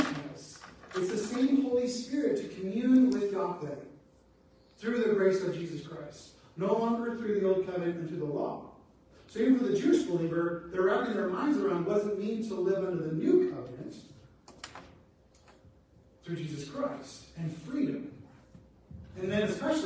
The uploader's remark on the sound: Apologies for the sound not working well